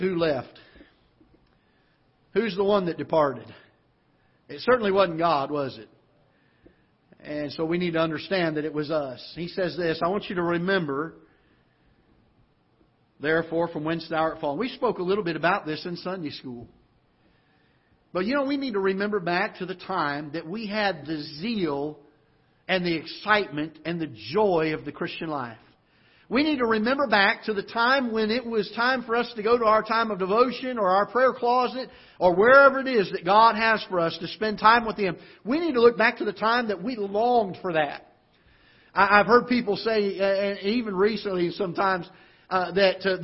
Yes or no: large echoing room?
yes